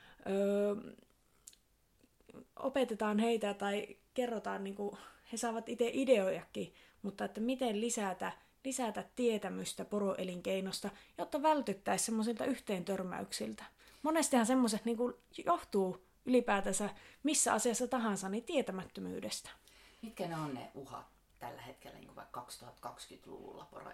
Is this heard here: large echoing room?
no